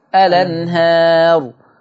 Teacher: هشيل الهمزة واخد الفتحة واحطها على اللام فتبقى الانهار · Term: نقل